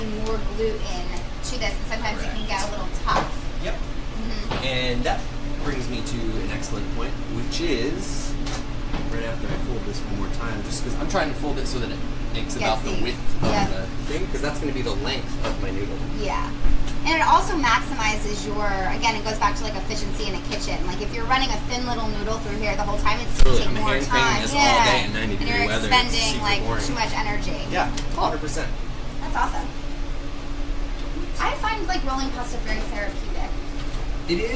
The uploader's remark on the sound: Join me for a special in-kitchen Lady Lair LIVE with …. At his new restaurant and NYC hot spot, Out East.